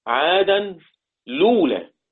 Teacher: يعني حذف الهمزة ثم نقل ضمتها إلى اللام فتصير اللام مضمومة · Term: النقل